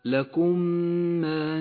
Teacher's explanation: تدغم الميم الساكنة بالميم المتحركة فتصيران ميما واحدة مشددة تغن بمقدار حركتين · Term: الإدغام الشفوي المتماثل